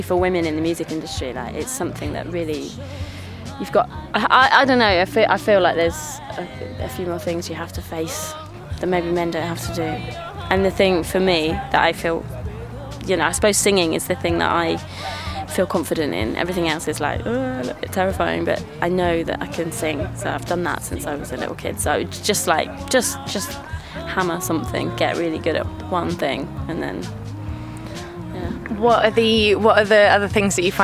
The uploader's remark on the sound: at Shambala Festival